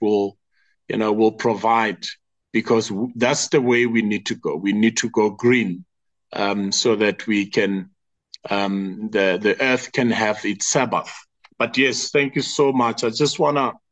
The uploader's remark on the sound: The Transformation Table Zoom Meeting on the 11 May 2023